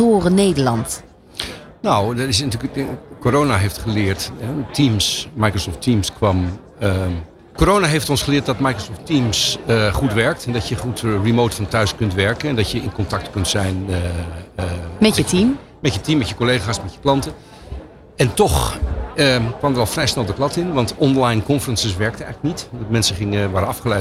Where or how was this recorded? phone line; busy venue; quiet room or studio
busy venue